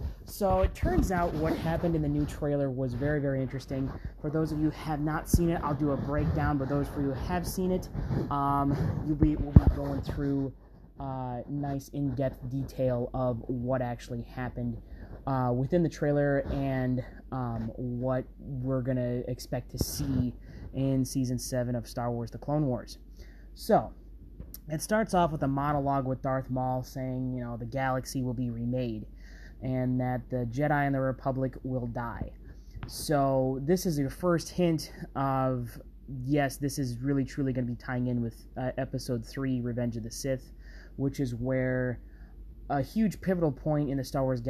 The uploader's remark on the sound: the background noises of this episode